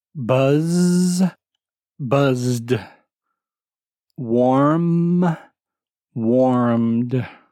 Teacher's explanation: Notice these sounds are in the throat. That is, if you hold up two fingers to your throat and you say the endings of these sounds, you should feel a vibration. · Term: voiced consonant sound